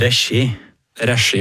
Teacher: det er bare at trykket er flyttet til første stavelse i trøndersk